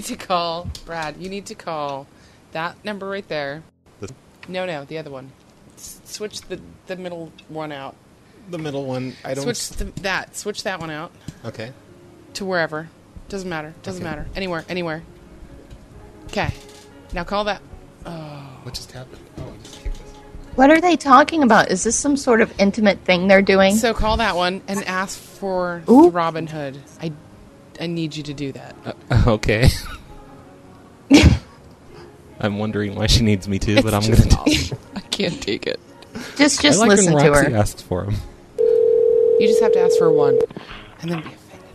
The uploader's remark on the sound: …'s Personal Prank Phone Calls Collection.